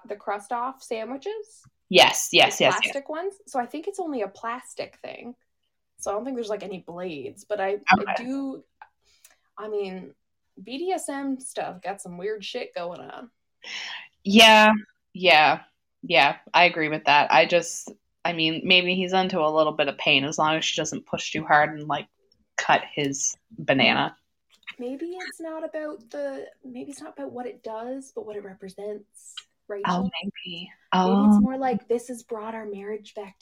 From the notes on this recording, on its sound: we’re aware that the audio is a bit off as we were figuring things out